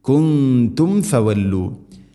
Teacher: സാക്കിന മീമിന് ശേഷം ഫ വന്നാൽ രണ്ട് ചുണ്ടുകൾ തമ്മിൽ തട്ടിച്ച് മീമിനെ പൂർണ്ണമാക്കണം